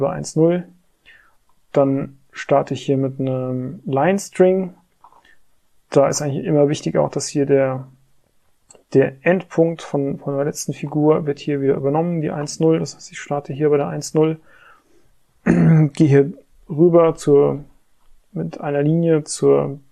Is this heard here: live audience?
no